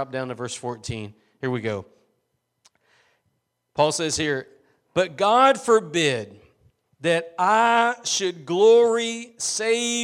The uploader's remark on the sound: Preached at Gospel Lighthouse in Bossier City, La.